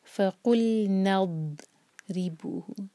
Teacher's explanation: ضاد پر استطالہ، اس کو سٹرانگ پڑھیں گے اور جھٹکا نہیں دیں گے